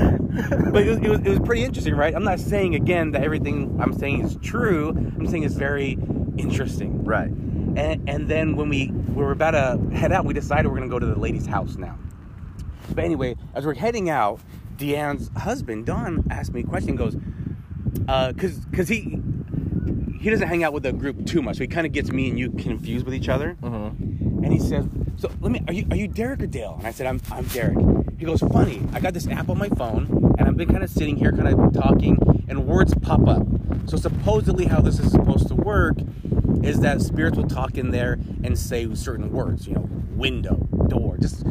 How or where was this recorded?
outdoors